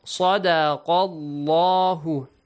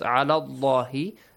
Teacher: The letter lam in the word Allah will be pronounced heavily.